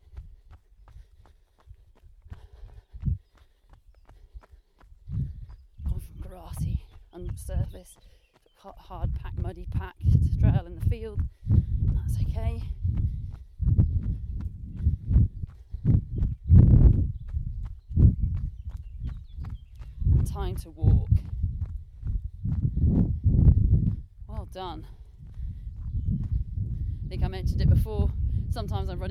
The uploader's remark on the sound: Recorded in the woods around where she lives, not only will you get to hear the birds chirruping in the background